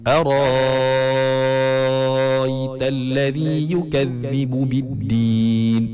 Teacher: Yang ketiga, kita ada ibdal. Ibdal maknanya dia tukarkan hamzah tu jadi alif.